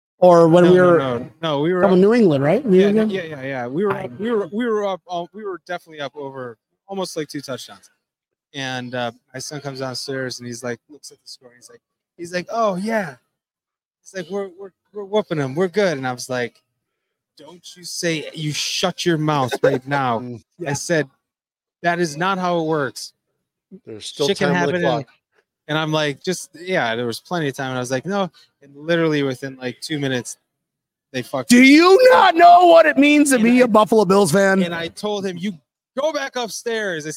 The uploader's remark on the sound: live from 3 Sons Brewing Co